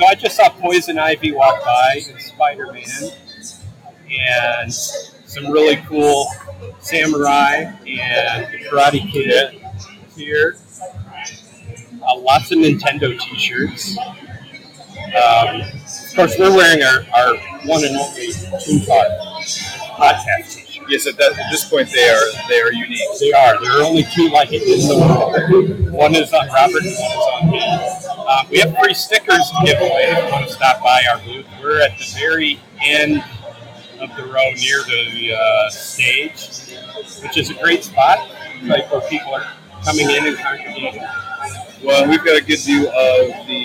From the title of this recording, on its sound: Live From QuadCon Dubuque